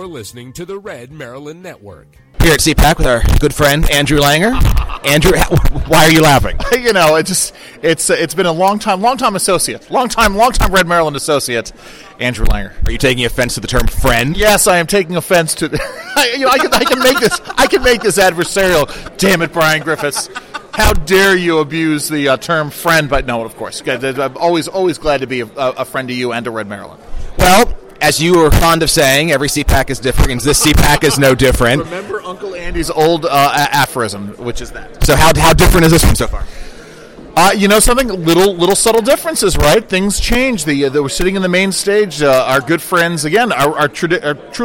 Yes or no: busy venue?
yes